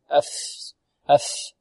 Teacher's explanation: والفاء هنا حرف رخو مهموس، رخو مهموس